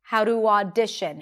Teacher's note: Notice that even though in the word audition you have A and U, it's not audition, but it's only one sound, ah. · Term: open ah sound